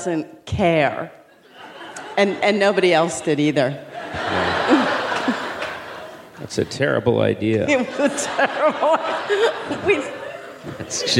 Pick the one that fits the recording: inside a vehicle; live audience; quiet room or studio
live audience